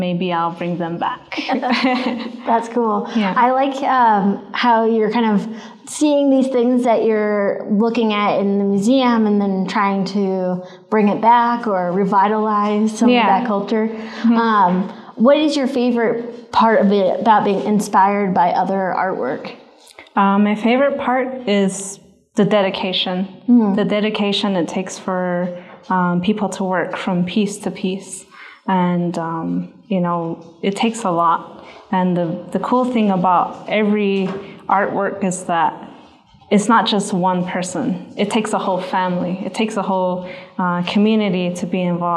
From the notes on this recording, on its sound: You're here with some other folks in the audience representing the Zuni Youth Enrichment Program.